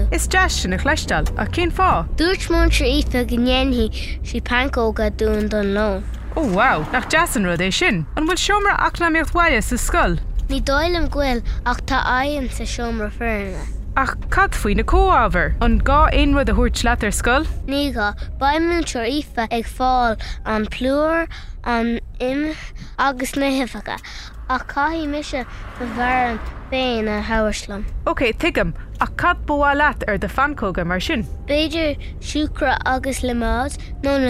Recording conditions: inside a vehicle